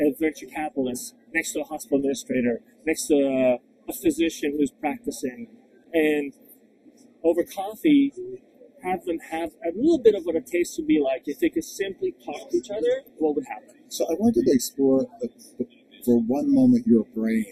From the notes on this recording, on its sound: live from HLTH 2023